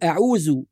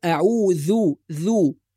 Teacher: ولازم نظهر حرف الذال، يعني اللسان يشارك الأسنان في نطق الذال · Shown in: second take · ولا نقول أعوذ كحرف الزاي، لا، إنما أعوذ ذو، قل أعوذ برب الفلق.